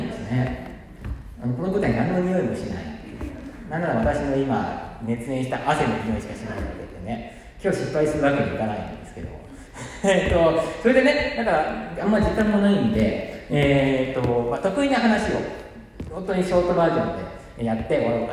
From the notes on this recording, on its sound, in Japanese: 舞台上にてラジオの公開収録を行いました。独演会で公開収録！とっても良いお客さんで、たくさん笑ってもらいました。しかし、マイクを自分の方に向けて収録したため、お客様の反応が入っていなくて残念。